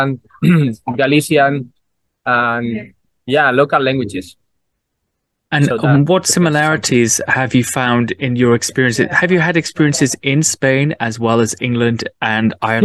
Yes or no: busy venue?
no